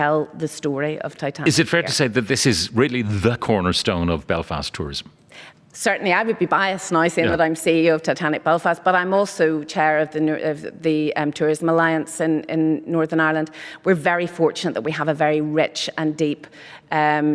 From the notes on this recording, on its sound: broadcast live from Titanic Belfast